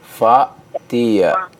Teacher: pakai hamzah ya, jangan pakai ain